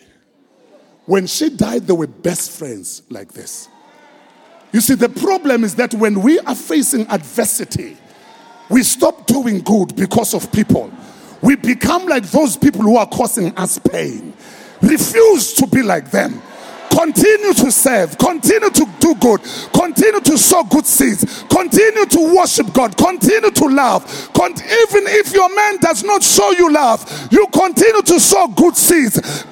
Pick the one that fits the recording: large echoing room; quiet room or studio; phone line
large echoing room